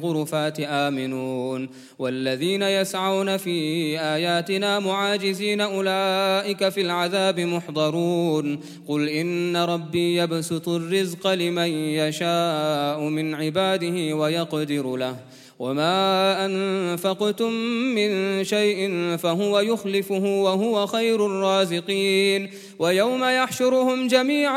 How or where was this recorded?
large echoing room